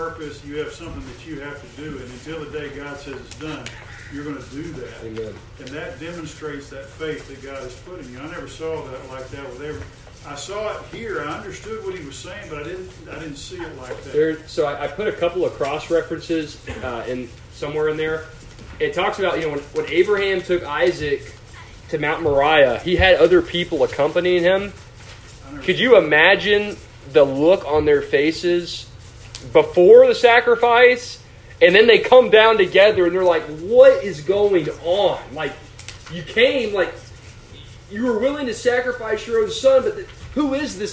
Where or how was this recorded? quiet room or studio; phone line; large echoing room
large echoing room